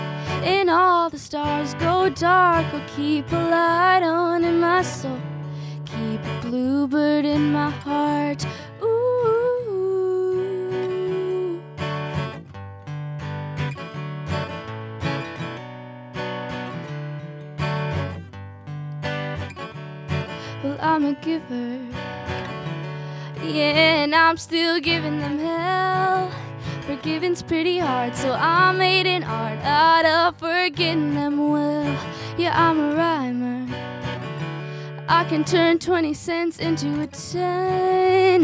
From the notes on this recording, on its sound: We visited the Midwest Music Fest here in Winona, MN for a live performance. LIVE from Winona, MN and the Midwest Music Fest.